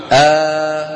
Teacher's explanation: يبدلونها ألفا لأنه اللي قبله مفتوح · Term: مد البدل